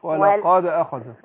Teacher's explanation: عايزين القلقلة تكون قريبة الفتح